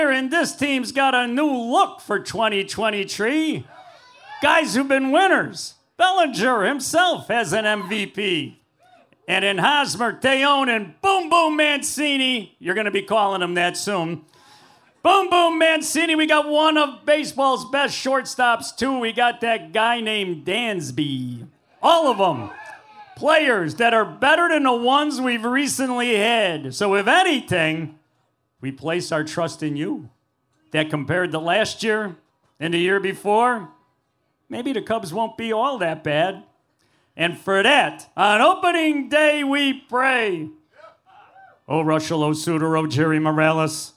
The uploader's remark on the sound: Live from YakZies. From the same humble stage that we gather at year after year.